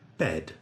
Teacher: The onset is the consonant sound b. The nucleus is the monophthong vowel e. The coda is the consonant sound d.